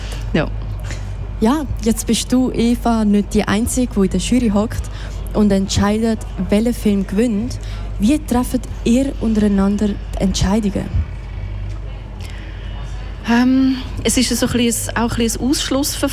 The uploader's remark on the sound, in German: Festivalausgabe live aus dem Merkerareal in Baden.